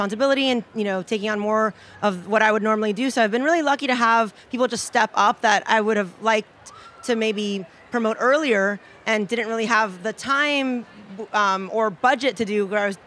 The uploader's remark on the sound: Took over the mic for this special segment from Charleston Wine + Food.